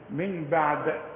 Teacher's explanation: ما دام ساكن الدال لازم تقلقل، من بعد، انما عند الوقف مفيش قلقله، من بعد، ما